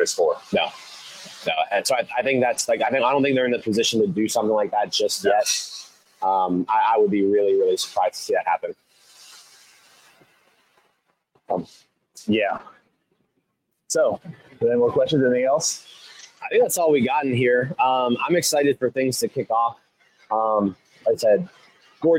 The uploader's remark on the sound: Live from Nashville during the 2023 MLB Winter Meetings!